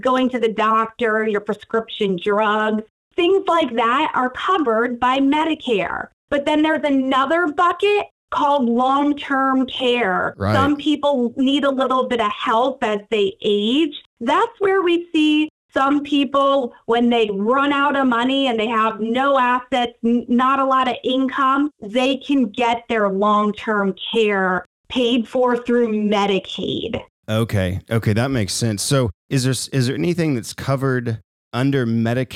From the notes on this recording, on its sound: was kind enough to jump on the phone to visit with us